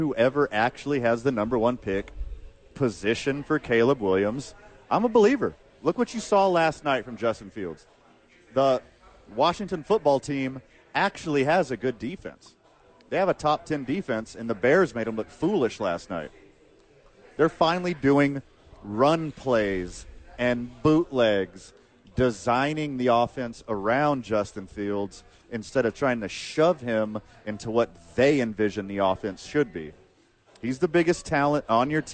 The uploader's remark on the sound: Live from Safe House for "re-opening".